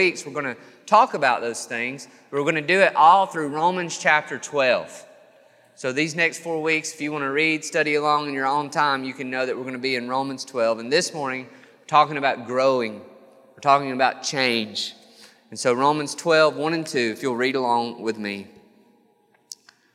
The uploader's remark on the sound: This sermon was recorded on January 5th, 2022 at Matthew's Table Church in Cleveland, TN